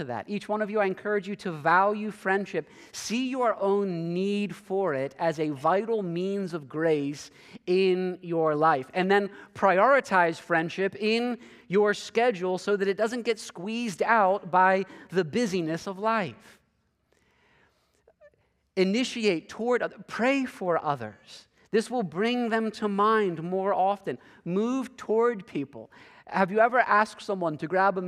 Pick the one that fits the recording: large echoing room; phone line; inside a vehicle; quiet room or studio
large echoing room